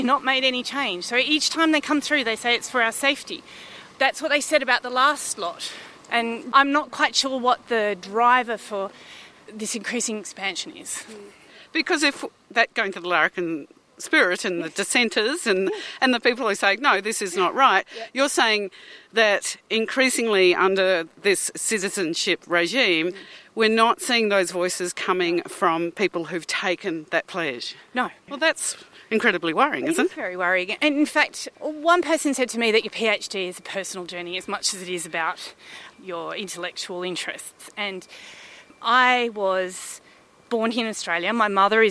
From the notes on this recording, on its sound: for a walk around the grounds of the Australian National University